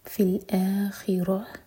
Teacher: حمزہ پر فتح ہے، ساتھ میں ہے الف، تو دو حرکہ لمبا، یہ ہے مد بدل